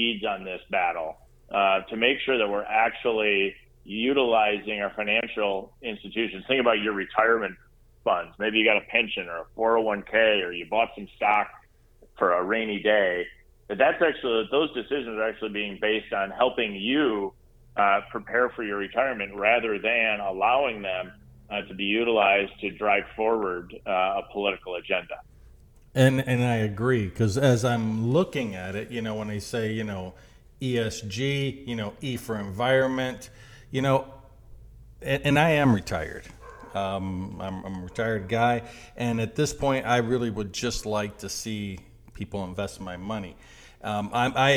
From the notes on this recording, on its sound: I spent some time on the phone